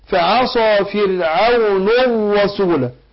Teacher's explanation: طيب بقول فعصى فرعون شوف الراء مفخمة اهي، فعصى فرعون الرسول، شوف الراء مشددة اهي ومفخمة في نفس الوقت عشان مفتوحة